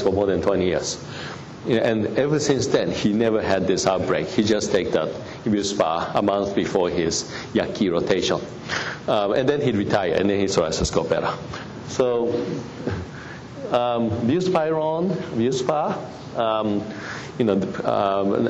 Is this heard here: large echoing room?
yes